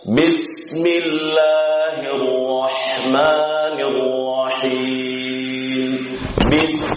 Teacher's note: sin sukun dimanapun dia berada, maka berikan haknya mengalir suaranya